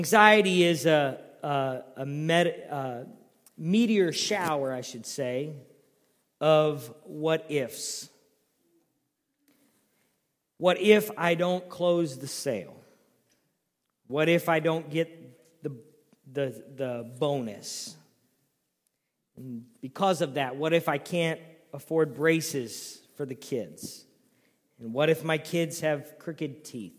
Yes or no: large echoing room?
yes